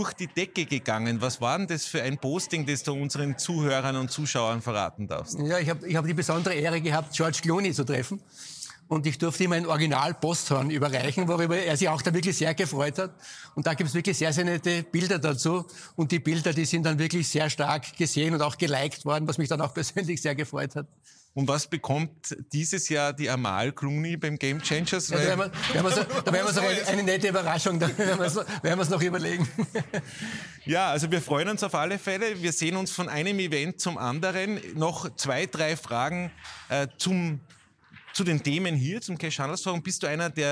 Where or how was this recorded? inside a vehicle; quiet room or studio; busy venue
busy venue